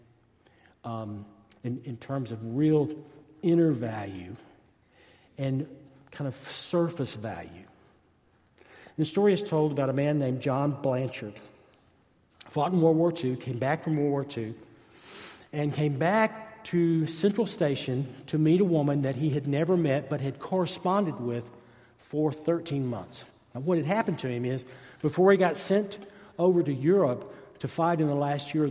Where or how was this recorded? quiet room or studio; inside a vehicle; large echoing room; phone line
large echoing room